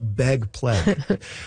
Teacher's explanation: ags are turning into eggs, and surprisingly, A's are going down · Term: pre-G merger